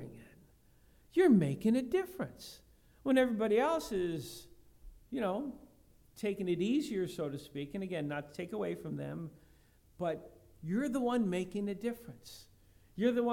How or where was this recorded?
large echoing room